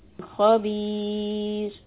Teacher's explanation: the ra will be soft, and we are going to stretch the sound of the ya.